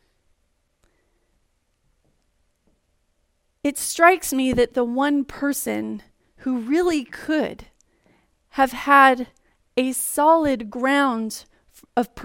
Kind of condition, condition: setting, large echoing room